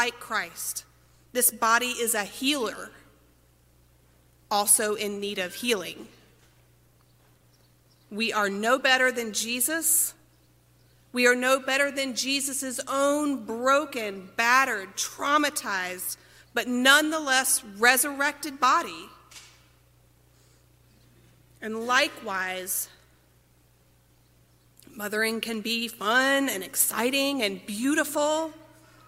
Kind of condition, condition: setting, large echoing room